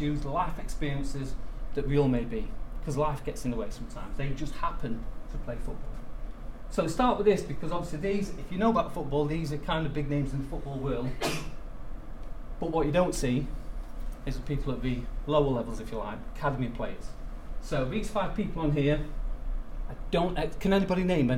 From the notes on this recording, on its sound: The Northern Mental Health Nursing Qualitative Research Forum meets three times a year. The following session was recorded at their first event on Friday 13 May.